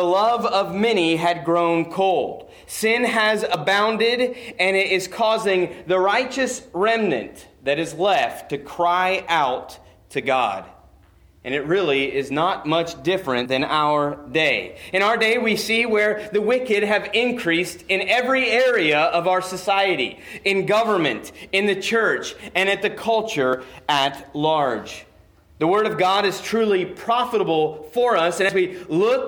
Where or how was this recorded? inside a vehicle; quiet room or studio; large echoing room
large echoing room